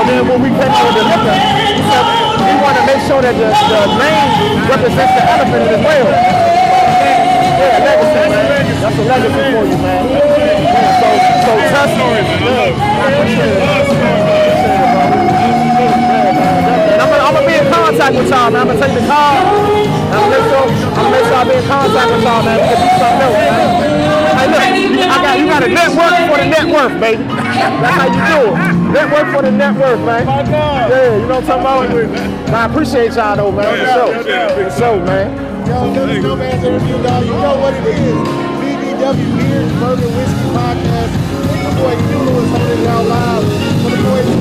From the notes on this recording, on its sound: We were LIVE at the Taste of Black Spirits Event at the Garden Theater in Detroit